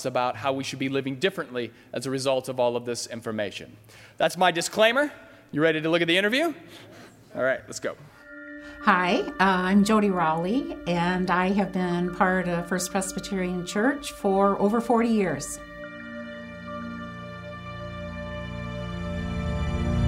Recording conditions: large echoing room